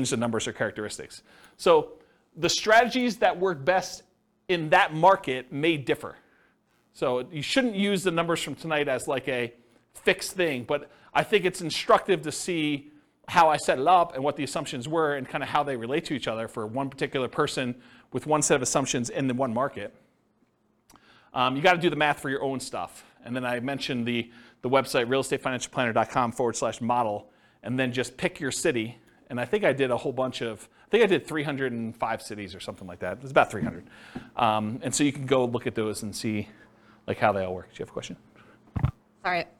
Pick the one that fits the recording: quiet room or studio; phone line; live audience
live audience